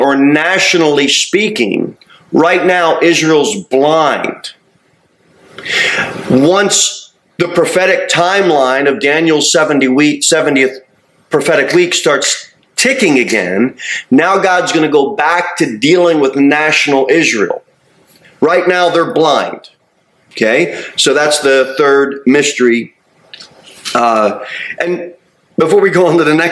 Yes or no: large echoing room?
yes